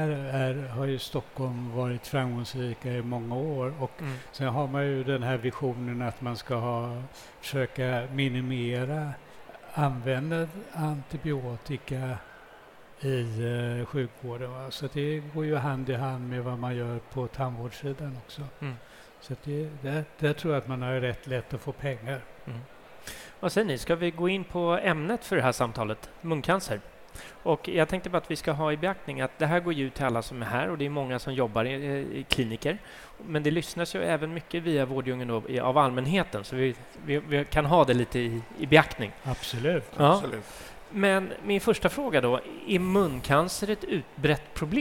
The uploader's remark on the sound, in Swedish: Live från Tandläkarmässan. Live från scenen på Swedish Dental Expo.